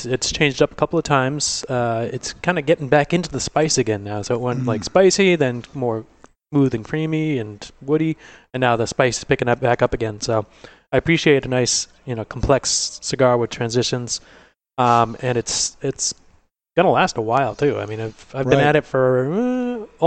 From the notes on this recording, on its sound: Broadcast live on location from Studio 21 Podcast Cafe high above Two Guys Smoke Shop in Salem, New Hampshire on the United Podcast Network.